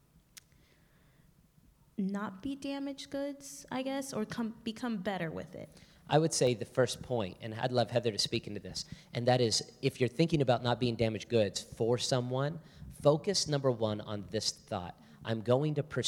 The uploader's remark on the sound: Live Q&A from the audience. From the Hillside Gathering.